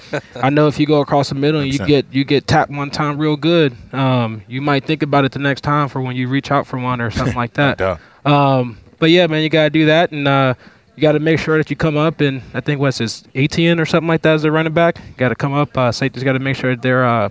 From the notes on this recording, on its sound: Lettermen Live hosted by Roosters is back to break it all down. Lettermen Live is hosted by Roosters on Olentangy River Road in Columbus.